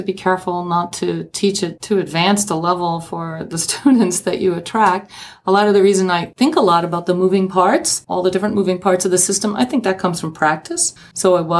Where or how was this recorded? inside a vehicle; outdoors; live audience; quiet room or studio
quiet room or studio